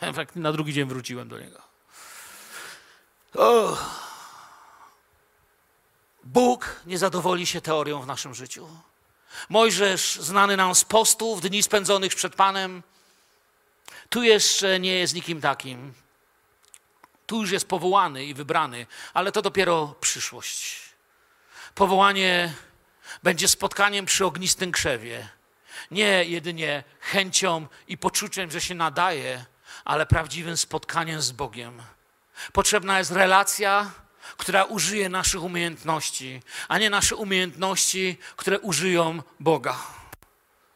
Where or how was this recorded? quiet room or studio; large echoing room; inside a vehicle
large echoing room